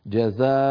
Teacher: إذا وقفنا على جزاء المنصوبة نقف عليها بمد العوض